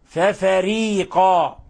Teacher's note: بما لا تهوى أنفسكم استكبرتم، استكبرتم ففريقا، ميم ساكنة جاء بعدها الفاء، ولنتذكر قول الناظم واحذر لدى واو وفاء تختفي، فهنا إظهار شفوي بل هو من أشد حالات الإظهار. ففريقا، لاحظوا إخواني ترقيق الراء، ففريقا، تفخيم الراء هنا لحن وخطأ